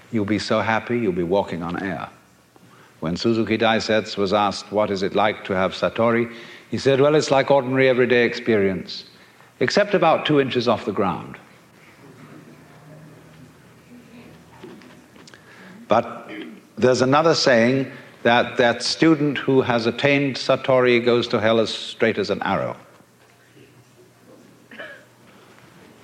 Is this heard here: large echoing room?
yes